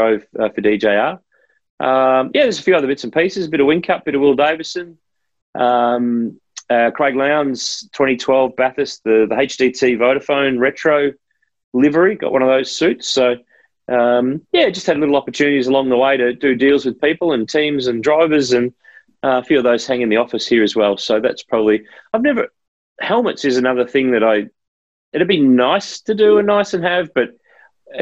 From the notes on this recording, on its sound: recorded over Zoom